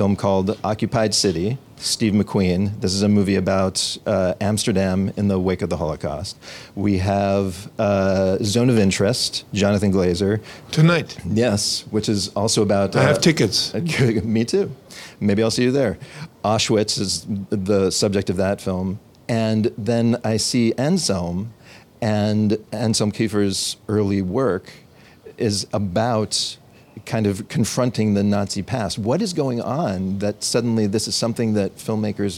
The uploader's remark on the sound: Conversations taped on location at the 2023 Cannes film festival. Accompanied by an intrepid camera crew.